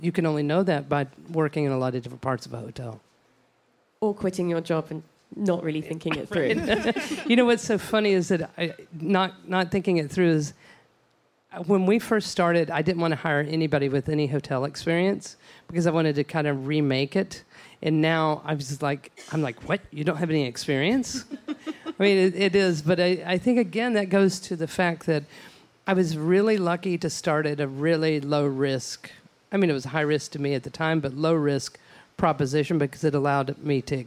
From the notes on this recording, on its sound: For a live podcast taping in Austin.